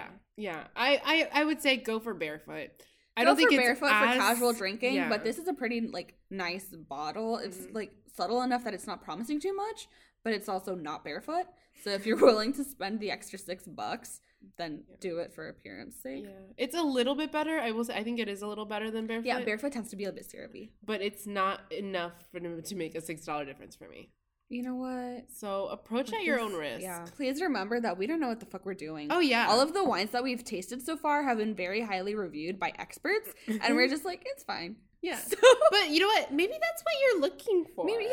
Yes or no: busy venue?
no